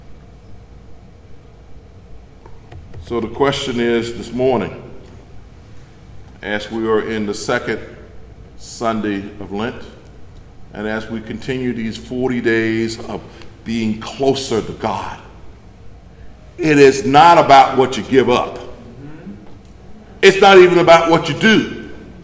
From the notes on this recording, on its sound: delivered on March 5th from The Greater Bethel, African Methodist Episcopal Church in Athens, Georgia